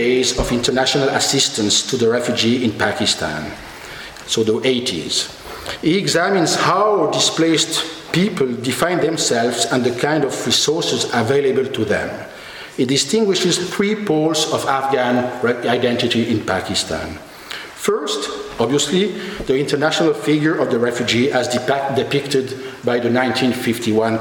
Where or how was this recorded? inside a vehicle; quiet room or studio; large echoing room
large echoing room